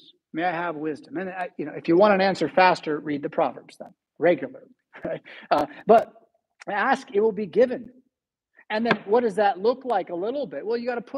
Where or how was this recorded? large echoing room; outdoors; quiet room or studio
large echoing room